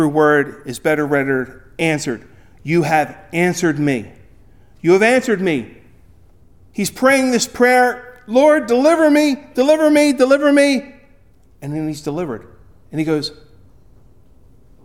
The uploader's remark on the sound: Recorded at Ebenezer UMC on February 25, 2024